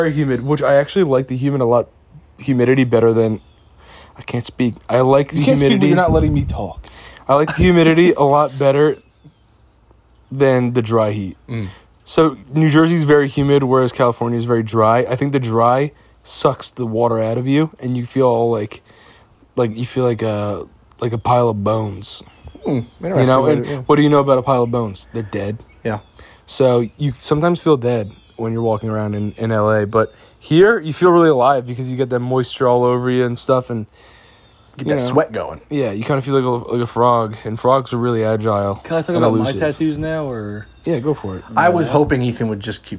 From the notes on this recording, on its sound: We’re back in Jersey for our mom’s birthday walking through the garden recording the podcast on our phones.